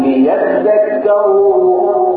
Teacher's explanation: ولقد صرفنا بينهم ليذكروا، ليذكروا اصلها ليتذكروا، لكن ادغمت التاء بالذات، ليذكروا.